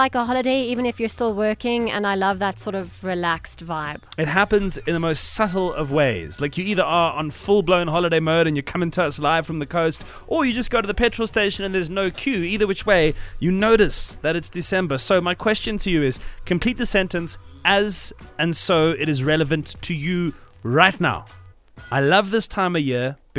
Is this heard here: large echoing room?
no